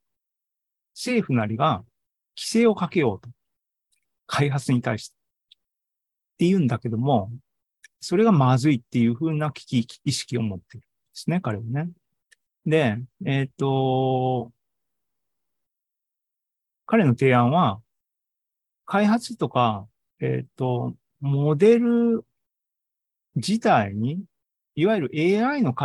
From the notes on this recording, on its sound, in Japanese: ２０２３年７月２９日に開催した ZOOMライブの模様です